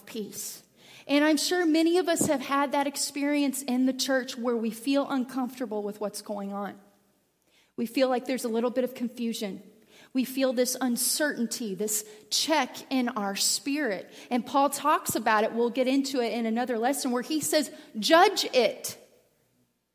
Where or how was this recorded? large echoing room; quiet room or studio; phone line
large echoing room